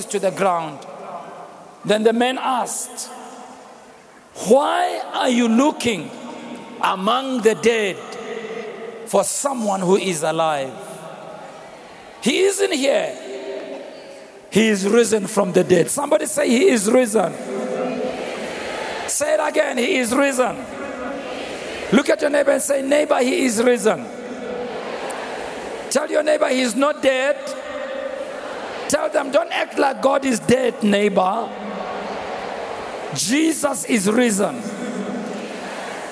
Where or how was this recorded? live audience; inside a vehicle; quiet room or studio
live audience